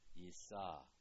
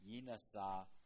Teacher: And this hypothetical form, yinasa, it doesn't occur. Instead, the nun is absorbed and assimilated into the following consonant, and the doubling dagesh is created · Shown in: first take · That's the dagesh forte. · Term: the nun assimilates